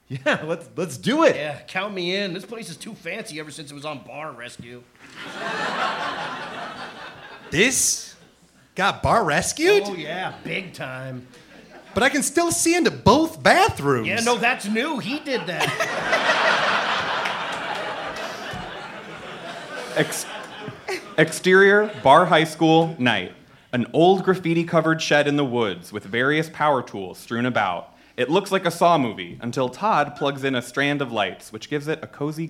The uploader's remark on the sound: This is also the first pilot we recorded live since the pandemic began so you’re going to actually hear some real laughs!